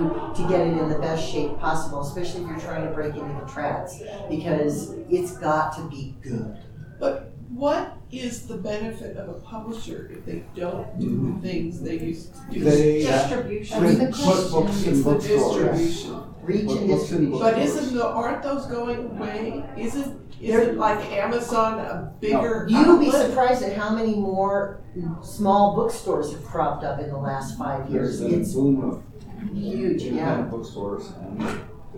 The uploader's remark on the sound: Recorded 11/10/2023 Friday – Panel Room 1 8:00 pm